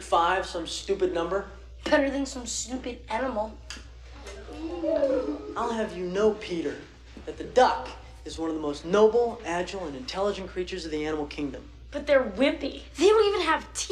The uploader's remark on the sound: It doesn't sound as good as it should.